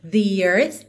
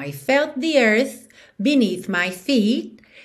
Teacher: tem três momentos que tem TH, então tem que levar a linguinha lá nos dentes da frente